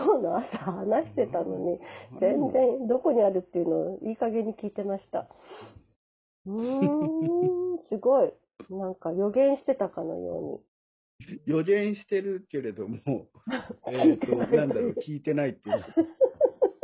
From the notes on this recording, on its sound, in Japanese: 明治村に行ってきました。少し雑音がありますがご了承ください。